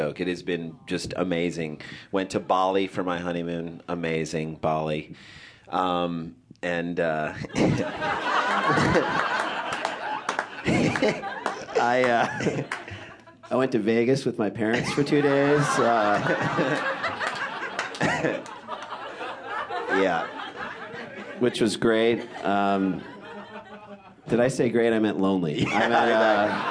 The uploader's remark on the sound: This performance was recorded at the Un-Cabaret, an ongoing alternative stand-up show that features unique writer-performers telling unusually honest stories.